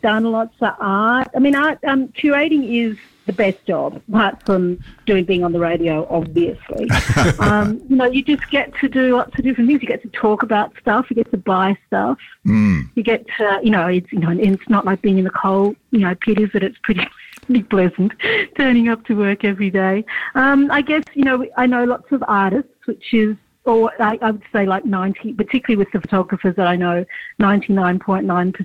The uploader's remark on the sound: Sunday Arts Magazine presents an absorbing phone interview with guest.